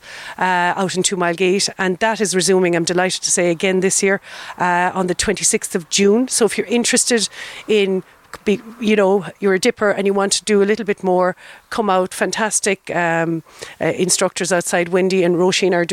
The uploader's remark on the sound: Originally broadcast as part of Saturday Chronicle. Broadcast live from the Killaloe Hotel and Spa.